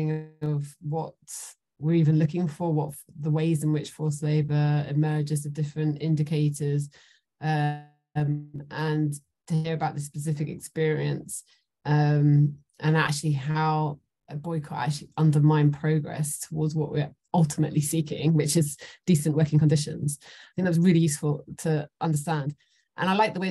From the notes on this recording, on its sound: Recording from online webinar